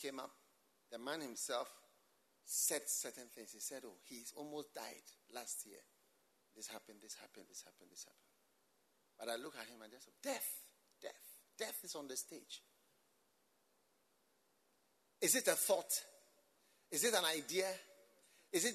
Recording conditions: live audience